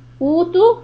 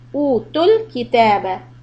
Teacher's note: the ألف will be two but the تاء is short